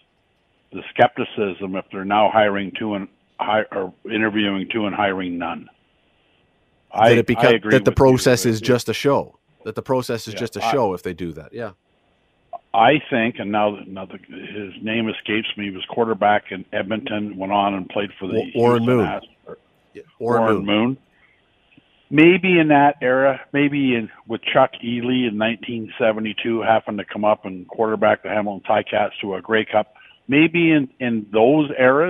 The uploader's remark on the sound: opens the phone lines to find out yours